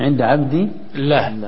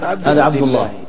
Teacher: إذا كان قبلها كسر تجد اللام رقيقة مثل بقية الكلمات، لكن تفخم إذا سبقت بفتح أو ضم